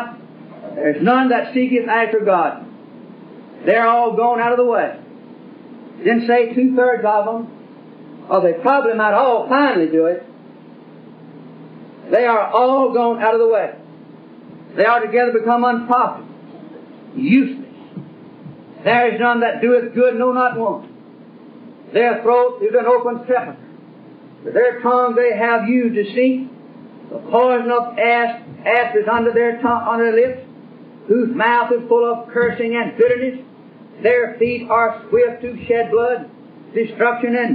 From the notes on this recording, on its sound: This message was preached in 1971 during the constitution of Trinity Chapel Primitive Baptist Church (since renamed Clinton Primitive Baptist Church) in Clinton, Kentucky.